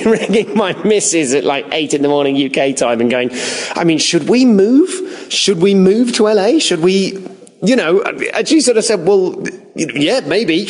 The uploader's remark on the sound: Live at the Los Angeles Podcast Festival